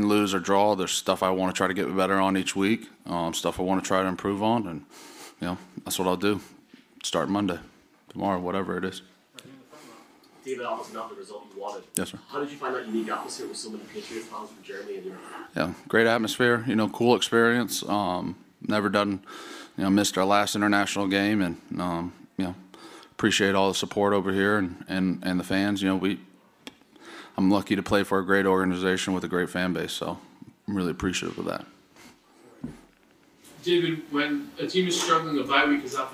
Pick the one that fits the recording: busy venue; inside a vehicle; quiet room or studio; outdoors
busy venue